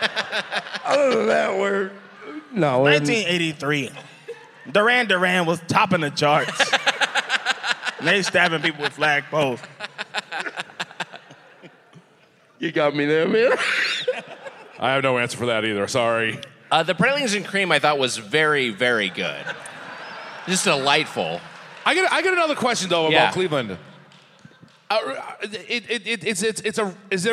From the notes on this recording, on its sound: (LIVE). Recorded live at the Agora Theatre and Ballroom.